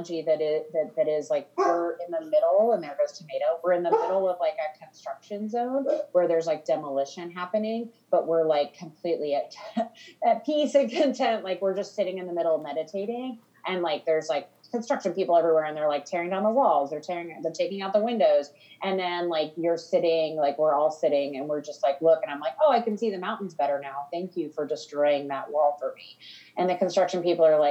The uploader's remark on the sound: We apologize for any sound interruptions or hiccups in quality as we are both at home and record over a zoom call for each episode.